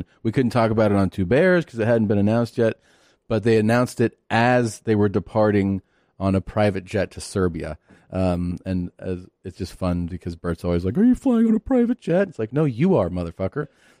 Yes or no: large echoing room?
no